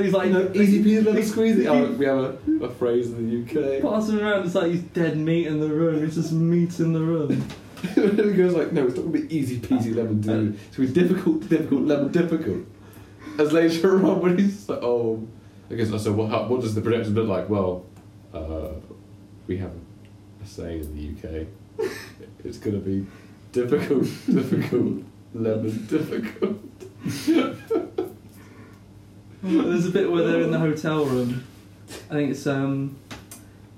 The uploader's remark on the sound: we don't know why the audio is so bad